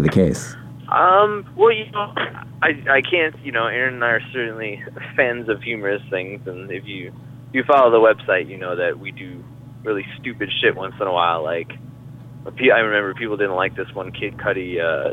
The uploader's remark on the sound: Thankfully he was a little more composed when we talked on the phone.